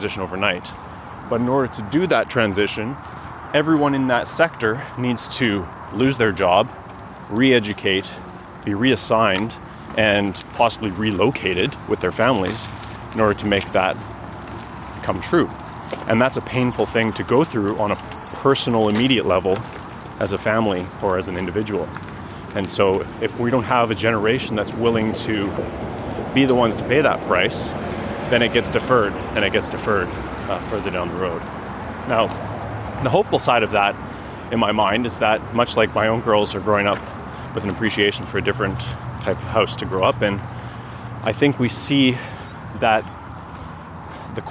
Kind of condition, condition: setting, outdoors